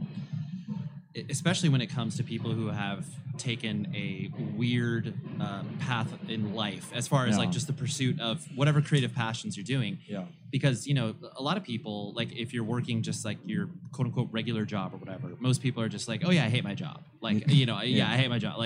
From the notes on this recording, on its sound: Live from NAMM w/ Gator Cases. Recording my first "live" podcast at the NAMM Conference back in January of 2020. At the Gator Cases booth.